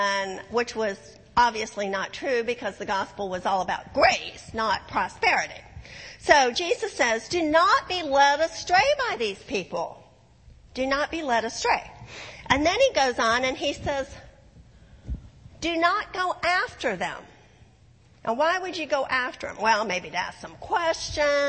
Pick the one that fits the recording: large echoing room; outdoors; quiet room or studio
large echoing room